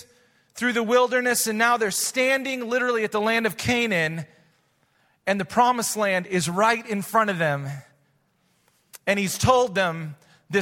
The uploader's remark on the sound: Recorded live at Hope Church in Springfield, Mo.